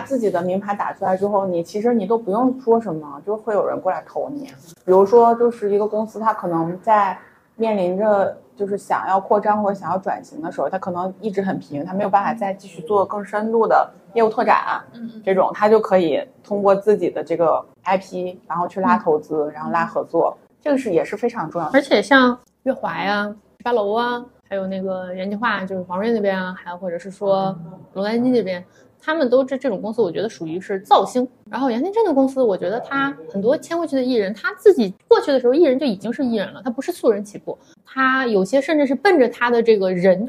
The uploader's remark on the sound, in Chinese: 本期录音环境较为嘈杂，请大家多多多多谅解